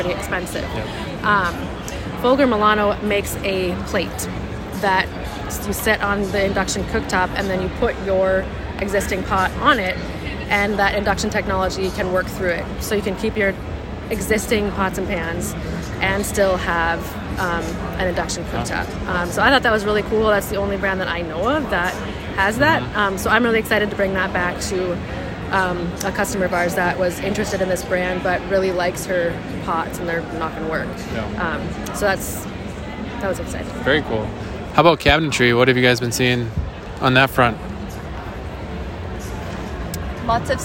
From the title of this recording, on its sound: Live from IBS/KBIS 2022